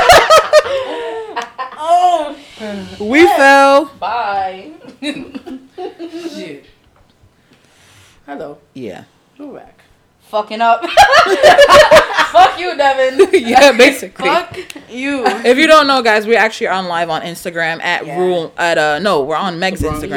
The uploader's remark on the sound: WARNING: ALL HEADPHONE USERS PLEASE TURN YOUR VOLUME DOWN. THERE ARE CERTAIN POINTS IN THIS PODCAST WHERE IT GETS VERY LOUD.